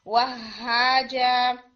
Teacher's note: ہا کو ہم نے ڈبل لیٹر ٹائم دینا ہے، یعنی آپ کا جو ہا ہے اس میں دو لیٹرز کا ٹائم آنا چاہیے کیونکہ یہ مشدد ہے. وہ لیکن آواز بریک نہیں ہوگی.